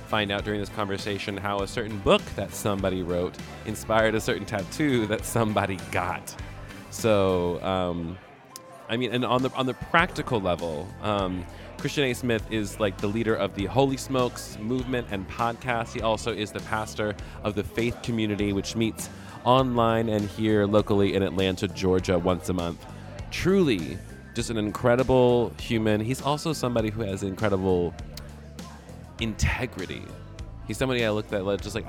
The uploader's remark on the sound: This convo was LIVE at reds beer garden ATL earlier this year.